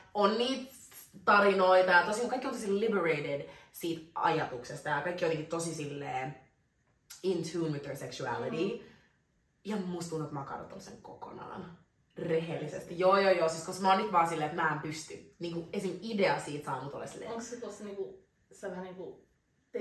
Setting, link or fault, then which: fault, poor sound quality